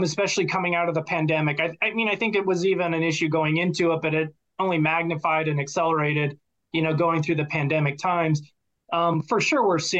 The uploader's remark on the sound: I interview guests from across the nation over Zoom